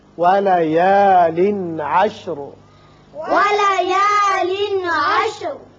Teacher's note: تنوین کے بعد عین جو کہ حروف حلقی میں سے ہے آ رہا ہے، لہذا یہاں اظہار حلقی ہوگا